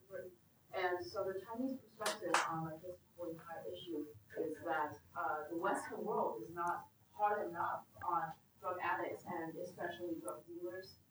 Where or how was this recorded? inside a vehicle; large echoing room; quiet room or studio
large echoing room